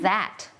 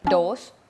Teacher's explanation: มันมีความสั่นนิดนึงแล้วก็มีลมออกมานิดนึง · Shown in: first take